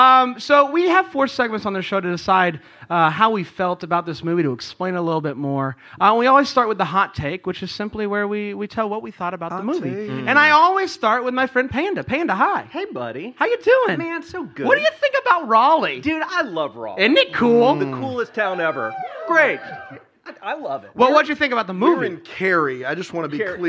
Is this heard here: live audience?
yes